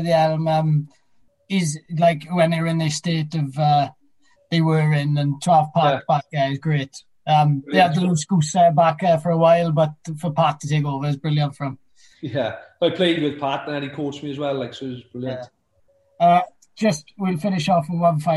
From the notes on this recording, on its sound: Via Zoom